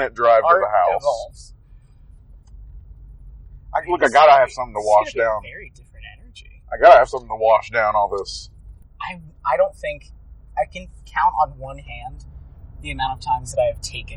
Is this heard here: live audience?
no